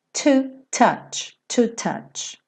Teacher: os T's em inglês costumam ter esse t, t, esse arzinho